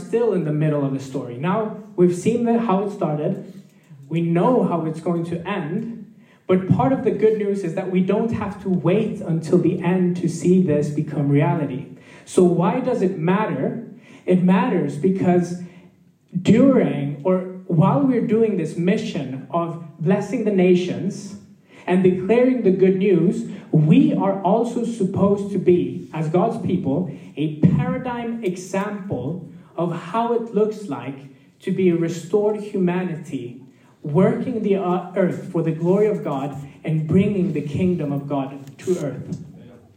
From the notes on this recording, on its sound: This message was recorded live at our Malmö Gathering. C3 Church Malmö & Lund.